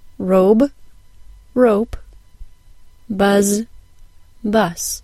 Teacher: If you listen carefully to the pairs, robe, rope, and buzz, bus, you'll notice that the vowel sound in the words changes slightly in duration. The vowel sounds in the words robe and buzz take more time than the vowel sounds in the word rope and bus. This tiny and odd little vowel feature is actually an important clue as to which consonant sound was said in a word.